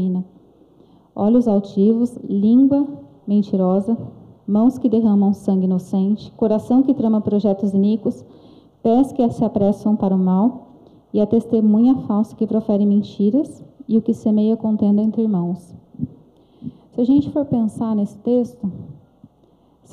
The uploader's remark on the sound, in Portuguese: Culto gravado em 08/03/2022 durante a celebração do culto das causas impossíveis